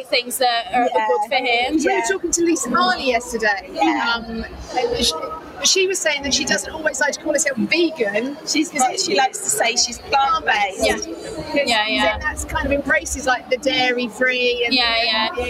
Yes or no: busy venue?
yes